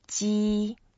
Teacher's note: 机 means machine. 机, so what you do is you just make it flat, first tone.